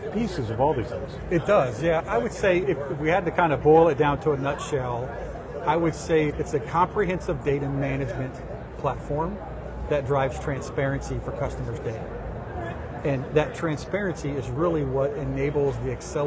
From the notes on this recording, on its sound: an Interview in Action live from ViVe 2023